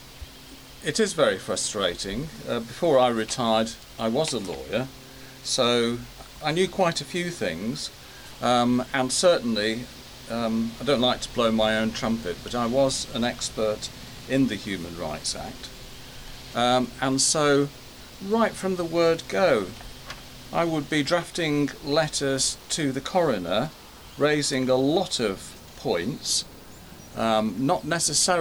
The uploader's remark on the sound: Recorded on the balcony of the home